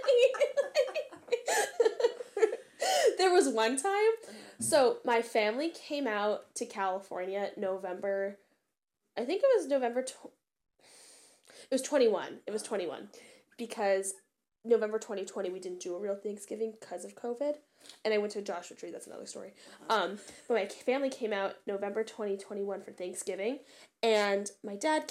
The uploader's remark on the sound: I don't know how to mix audio properly so turn your volume down and adjust accordingly lol.